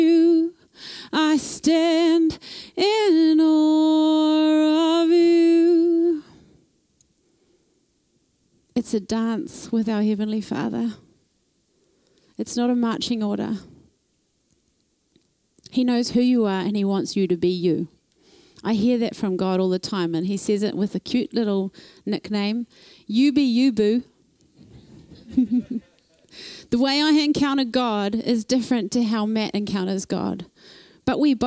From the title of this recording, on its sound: Thrive Conference - Session 2